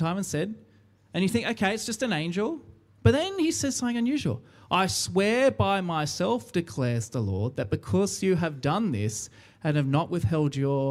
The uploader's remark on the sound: recorded live at our 10am Sunday Service!